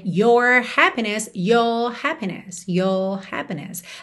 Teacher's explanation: Às vezes, especialmente no final de palavra, a gente acaba não enrolando esse R. · Term: R mais British